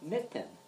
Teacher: It's actually a glottal stop. You are stopping the air when you say a word.